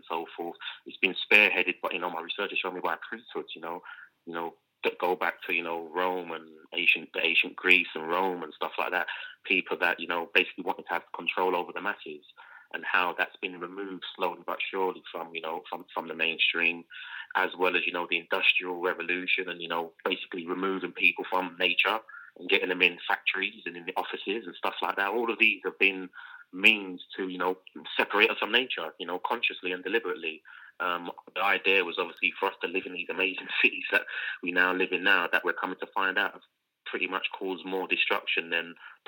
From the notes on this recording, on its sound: joined live on the line from Amsterdam